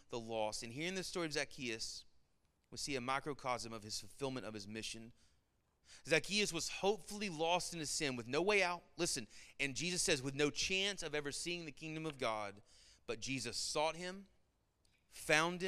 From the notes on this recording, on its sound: Sermon Audio from our Worship service